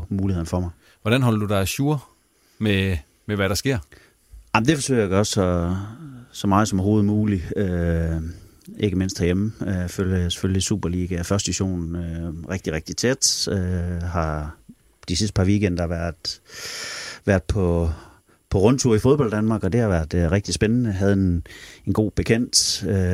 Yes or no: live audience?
no